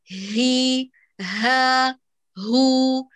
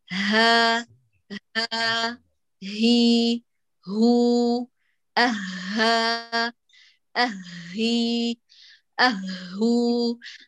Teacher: ركزي على مخرج الهاء أقصى الحلق